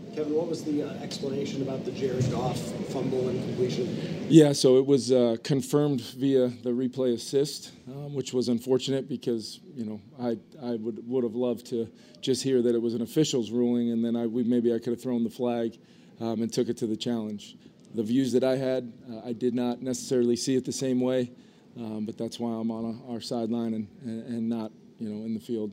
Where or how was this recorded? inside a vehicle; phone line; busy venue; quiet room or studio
busy venue